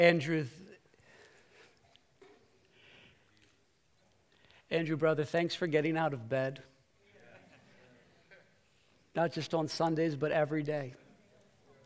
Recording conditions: large echoing room